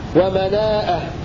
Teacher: قال مناءة للمكي زد الهمزة واحفلا، قرأ ابن كثير المكي بزيادة همزة بعد الألف في ومناءة الثالثة ومناءة، هكذا يقرأ ابن كثير فيصير مدا متصلا.